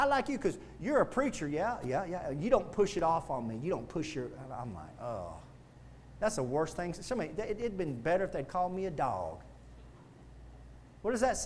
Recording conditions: large echoing room